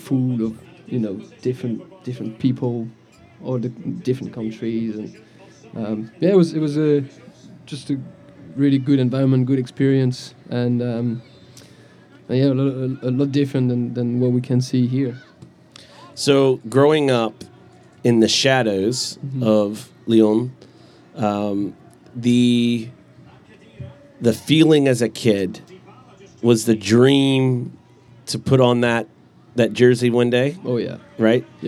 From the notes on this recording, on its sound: Live at the Eastern Shore Premier Cup